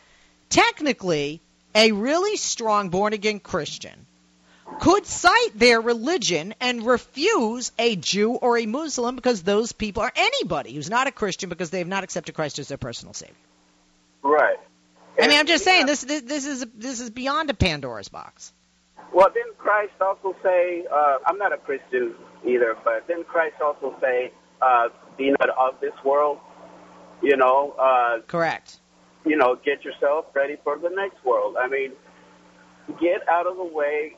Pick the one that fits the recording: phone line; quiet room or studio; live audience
phone line